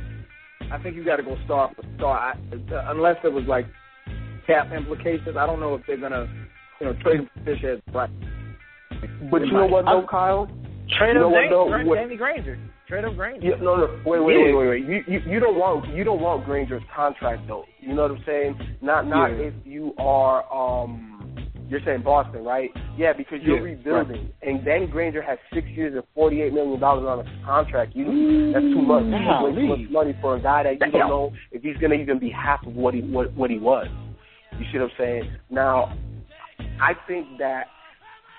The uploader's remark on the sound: We take live calls on the air